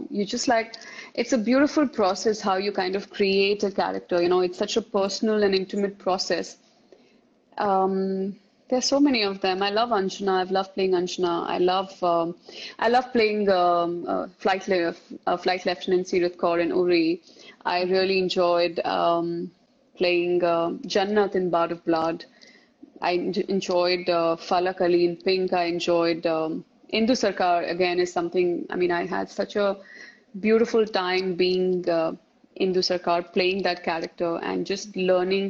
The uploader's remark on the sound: Instagram Live